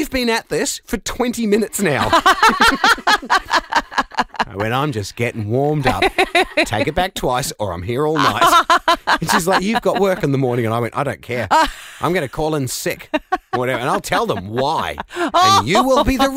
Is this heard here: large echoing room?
no